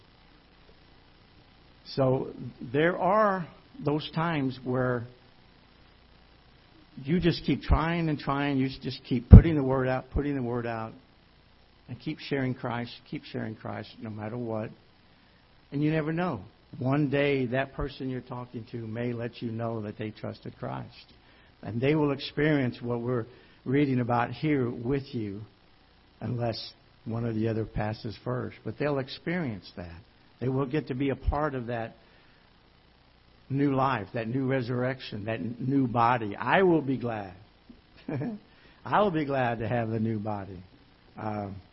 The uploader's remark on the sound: Ketha Heights Baptist Church ~ Live Broadcast